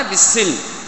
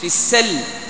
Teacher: على قراءتنا قراءة حفص عن عاصم نقرأها بالكسر في السلم، وفي قراءة غيرنا تنطق بالفتح